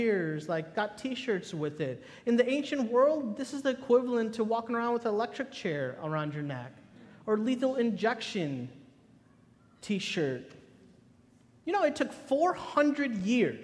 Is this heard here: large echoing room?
yes